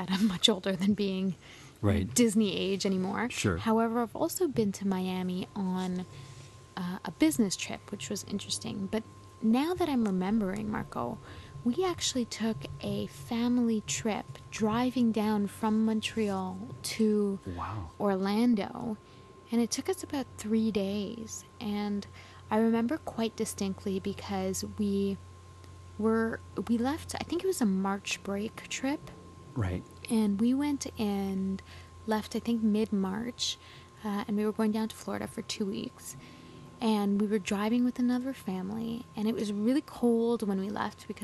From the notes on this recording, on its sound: We take a walk to the local corner store